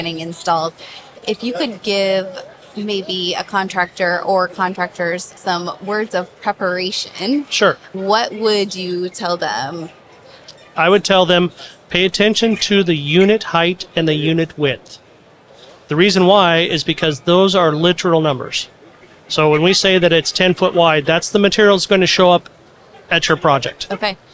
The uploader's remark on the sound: A23 Live. In this A’23 on location episode.